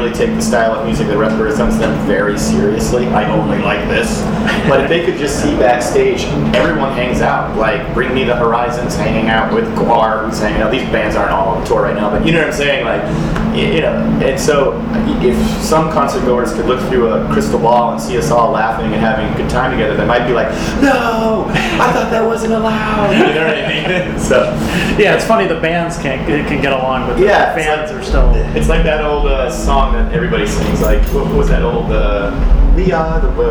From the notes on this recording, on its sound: This interview was conducted by NEPA Scene at the Vans Warped Tour at The Pavilion at Montage Mountain in Scranton on July 10, 2017.